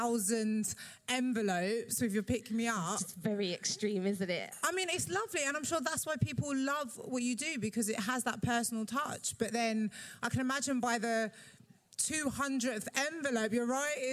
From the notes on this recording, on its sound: Part 1 of 'Badass Mums Live' at the Roundhouse.